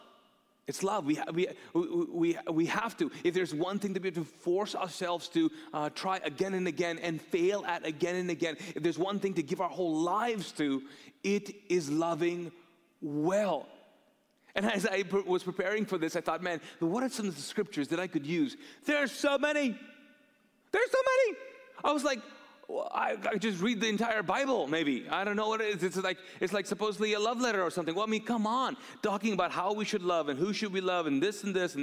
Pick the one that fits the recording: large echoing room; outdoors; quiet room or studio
large echoing room